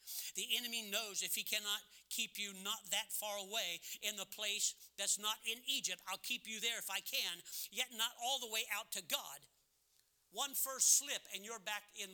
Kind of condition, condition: setting, large echoing room